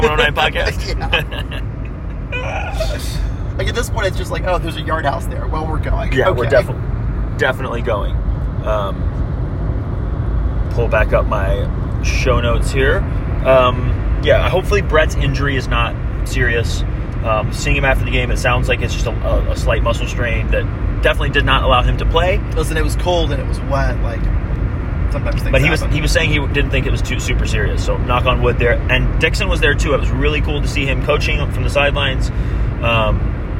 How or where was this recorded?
inside a vehicle